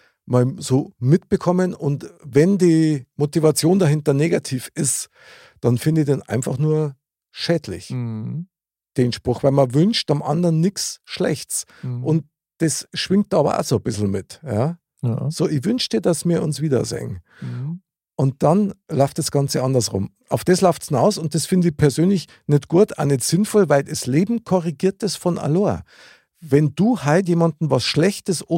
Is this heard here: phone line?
no